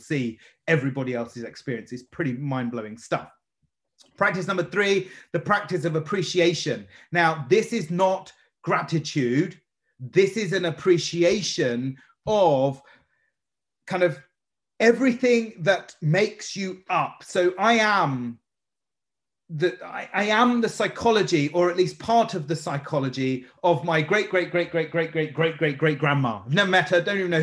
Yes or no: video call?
yes